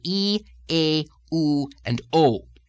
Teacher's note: Well, now we're going to look at another class of vowels which have an especially strong internal downward lilt in Irish. These are what is known in phonetics as the tense form vowels, the ones that are made with firmness in the root of the tongue. These are E, A, U, and O.